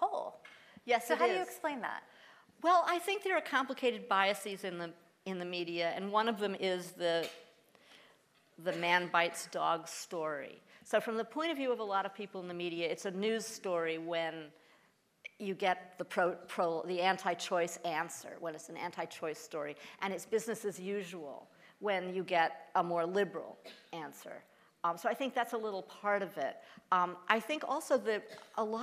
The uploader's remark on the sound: at Planned Parenthood Event in SF